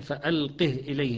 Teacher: فألقه إليهم بسكون الهاء